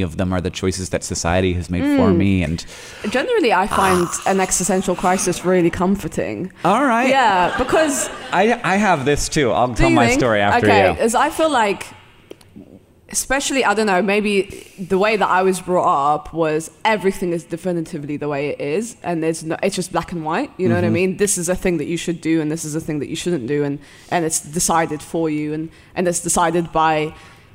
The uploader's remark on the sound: This episode was recorded live at VidCon London 2019!